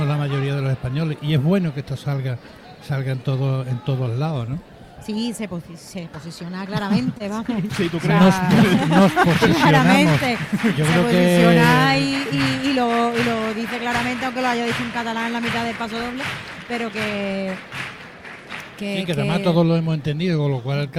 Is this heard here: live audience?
yes